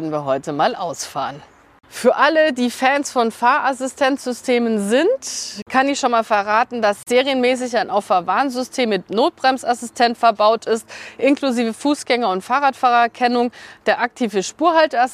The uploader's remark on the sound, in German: Auf einer Live-Audiofahrt mit dem Mitsubishi ASX. Unterwegs trifft sie auch andere Reisende und fragt nach den aktuellen Mobilitätspräferenzen in Deutschland.